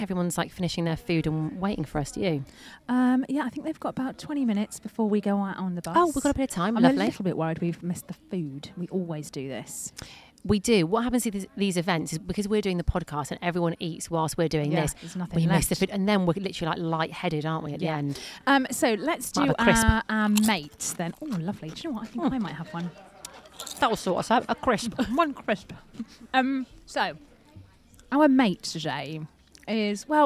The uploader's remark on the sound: we are live from East Midlands Airport!